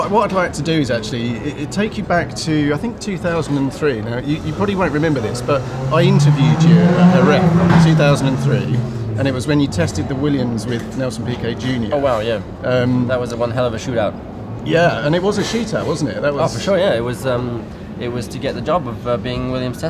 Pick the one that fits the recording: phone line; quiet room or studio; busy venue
busy venue